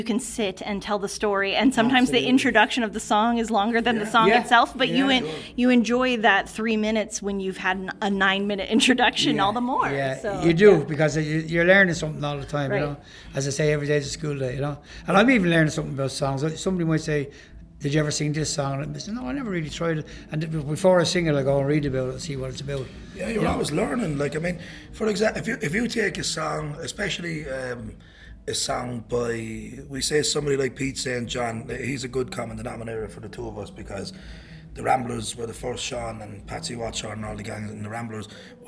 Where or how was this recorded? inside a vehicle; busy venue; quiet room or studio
busy venue